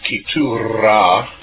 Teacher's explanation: when they said Ketua, they pronounced it Ketura with the trilled R